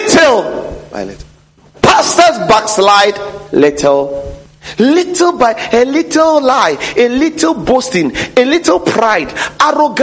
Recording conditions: large echoing room